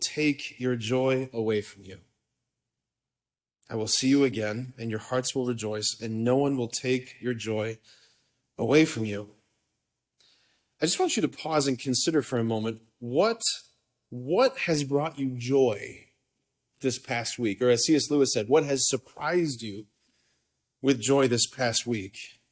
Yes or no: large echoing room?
yes